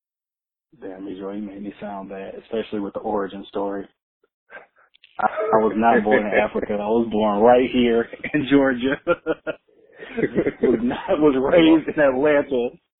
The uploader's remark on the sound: An extremely important phone call